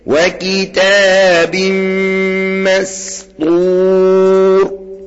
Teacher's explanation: يبقى ننتبه هنا الى التنوين، عمل لي ايه التنوين، جه بعديه ميم ساكنه، حصل ادغام بغنه، واسمي هذا ادغاما ناقصا. يبقى الميم هتدغم النون في الميم، وانطق الميم حرف مشدد